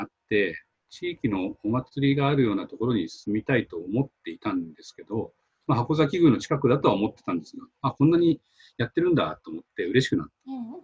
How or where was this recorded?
video call